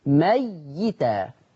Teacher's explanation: عندنا كمان فرش آخر في الآية 122، أو من كان ميتا قرأها ورش، أو من كان ميتا شدد الياء وكسرها